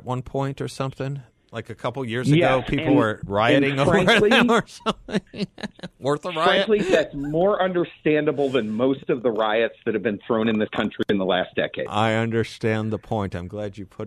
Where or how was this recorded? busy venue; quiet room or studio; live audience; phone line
phone line